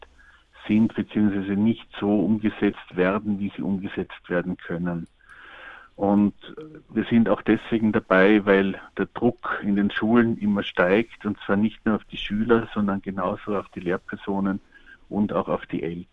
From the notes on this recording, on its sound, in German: Telefoninterview.